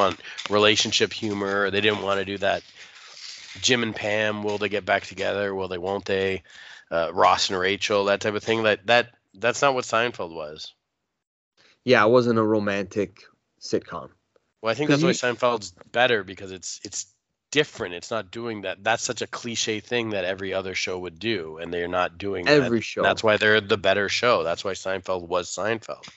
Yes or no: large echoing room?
no